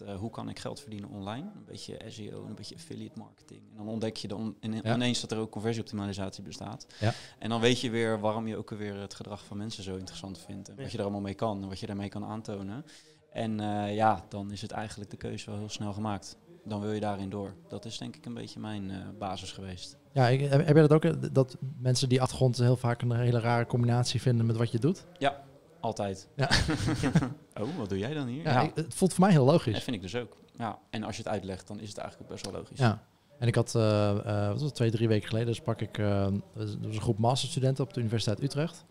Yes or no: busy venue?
yes